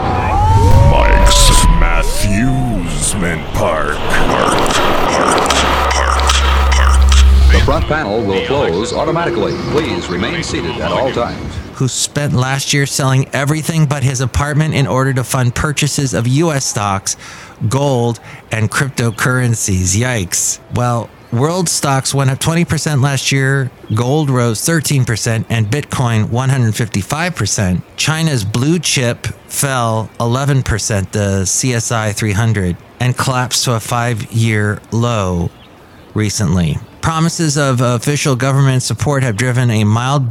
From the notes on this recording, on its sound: podcasts live from Café Anyway